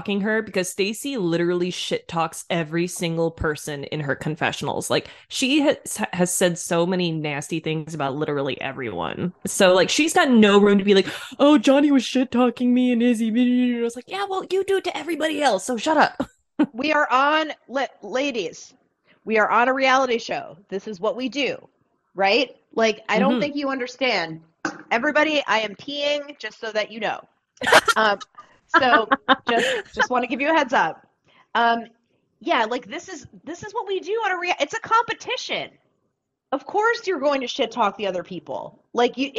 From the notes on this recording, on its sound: Battle through technical difficulties. You will notice some pauses/glitches throughout the episode, the ladies experience connectivity issues while recording.